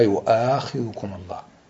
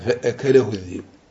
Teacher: إذا أتت الهمزة مفتوحة وجاء قبلها الضم فإنها في هذه الحالة تبدل واو · Shown in: first take · مثل قول الله تبارك وتعالى لا يؤاخذكم الله، يقول هو لا يؤاخذكم الله ورش، لأنها أتت الهمزة مفتوحة وقبلها ضم.